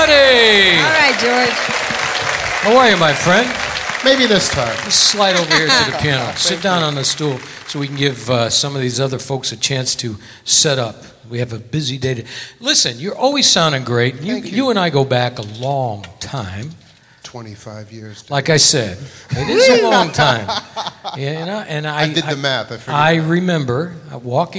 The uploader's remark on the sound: Live at the South Point Casino